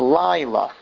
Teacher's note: Because it's emphasized on the second to last syllable, which it's only a two-syllable word, so it's the first syllable.